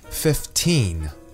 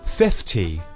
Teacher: One five is pronounced as fifteen with the emphasis on the second syllable, whereas 50 is pronounced as 50 with the emphasis on the first syllable.